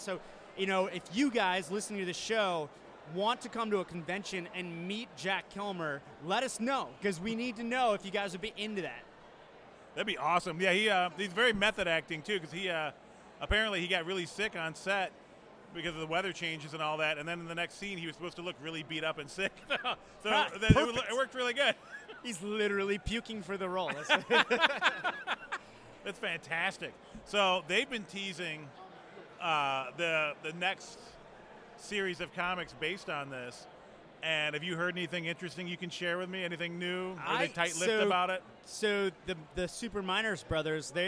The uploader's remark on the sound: Live from the premier of the movie Dead Mans Hand.